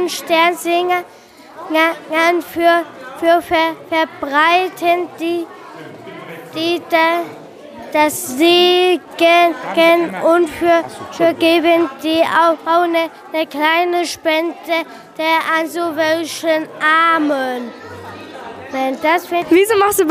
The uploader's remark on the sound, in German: In dieser Folge berichten wir live vom Sternsinger Vorbereitungstag. Eine Gruppe von Kindern hat sich während eines Workshops beim Sternsingertag zusammengeschlossen und ihre eigene Podcastfolge produziert.